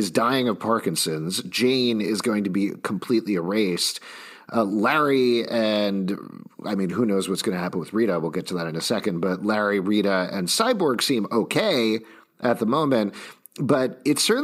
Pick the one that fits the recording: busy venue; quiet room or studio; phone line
quiet room or studio